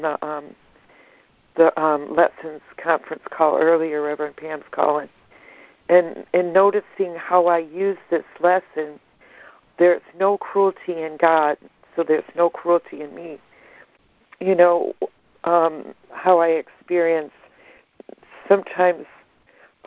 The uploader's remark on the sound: ACIM Daily Conference Call